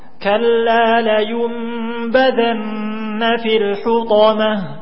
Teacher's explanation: semuanya tipis istifal, lidahnya di bawah, jangan diangkat kecuali pada huruf to, isti'la dan itbaq.